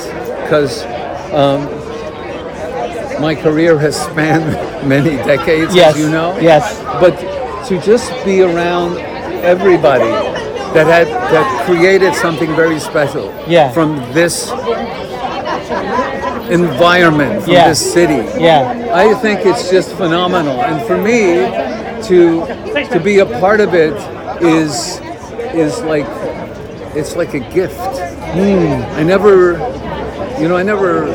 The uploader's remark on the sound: take to the red carpet at the 299 Queen Street West Much Music documentary premiere